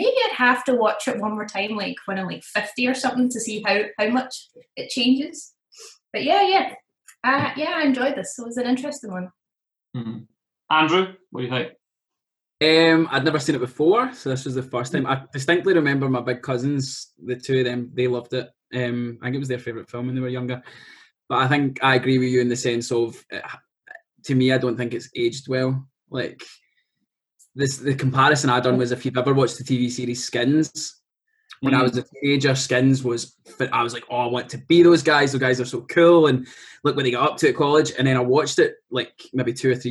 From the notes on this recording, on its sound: The Zoom season begins.